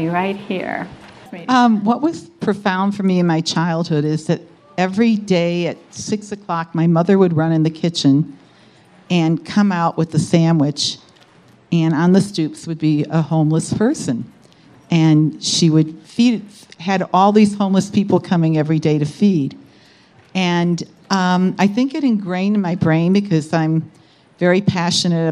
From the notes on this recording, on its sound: This conversation is from the 2018 Aspen Ideas Festival